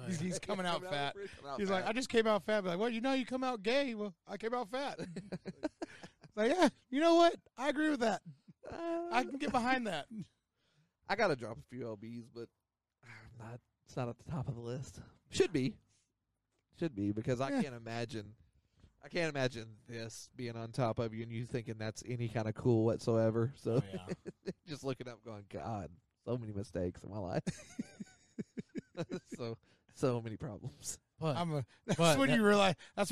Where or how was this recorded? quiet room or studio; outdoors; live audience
outdoors